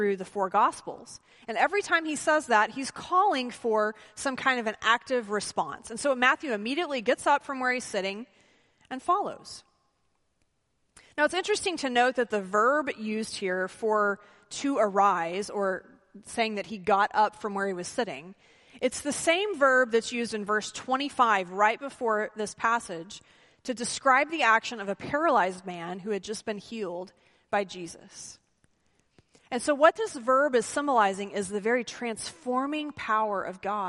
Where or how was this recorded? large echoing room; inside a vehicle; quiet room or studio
large echoing room